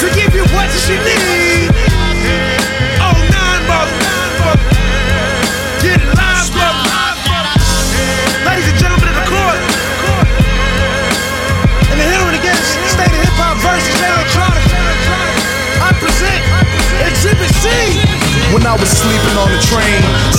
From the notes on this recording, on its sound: Live from 30 Years Of Hip-Hop at La Bellevilloise in Paris